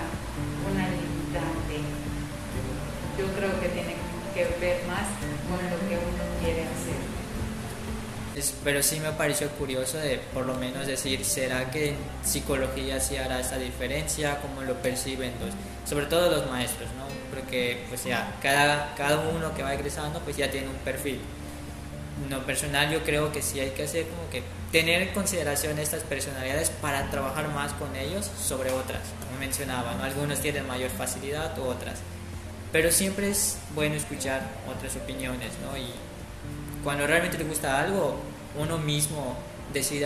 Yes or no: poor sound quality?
yes